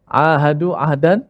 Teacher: ahadu ahdan ada huruf ain yang berada di tengah halkum. Kemudian ada huruf ha ataupun ha simpul yang berada di di pangkal halkum kita, di permulaan halkum kita.